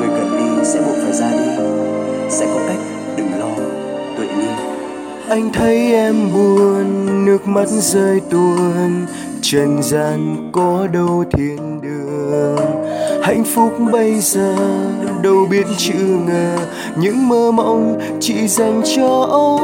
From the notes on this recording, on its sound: Recorded by my mobile phone